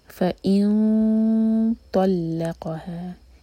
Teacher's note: heavy इख़्फ़ा होगा, तो आखिरी ज़बान तैयार करेंगे और दो सेकेंड्स का टाइम देंगे